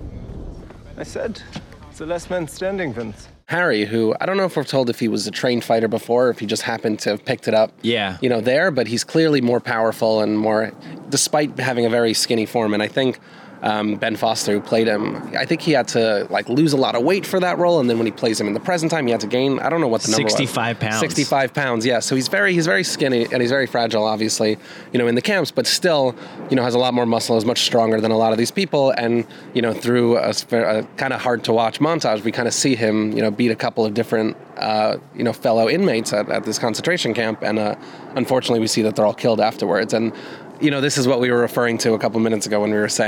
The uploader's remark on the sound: head outdoors for a special in-person recording